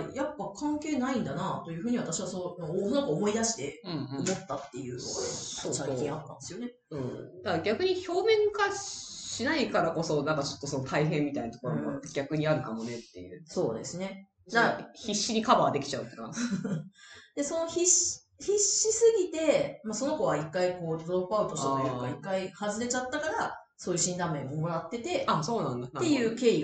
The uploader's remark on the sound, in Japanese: 今月音質が非常に悪いです！すみません！